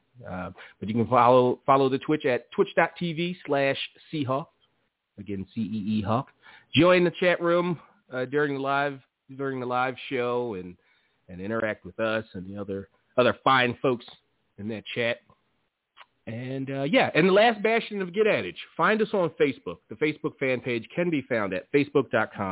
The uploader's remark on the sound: On this week's live ECC. Live calls, emails and more conversation. Weekly caller, email and tweet driven show.